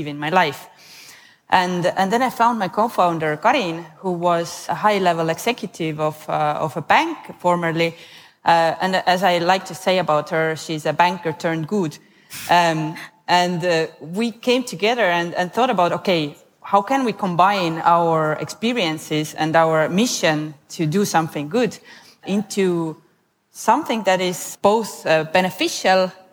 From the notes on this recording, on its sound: Recorded an extra special episode in front of an audience. We're live from Estonia!